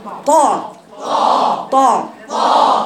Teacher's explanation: مع اطباق ملاصق جزء من اللسان مع الحنك الاعلى